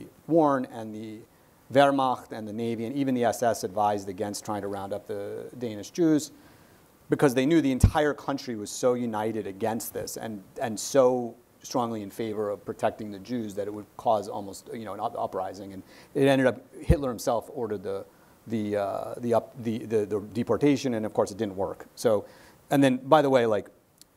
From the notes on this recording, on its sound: our in-person event